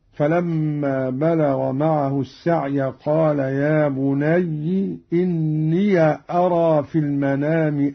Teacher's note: قرأ قالون بكسر الياء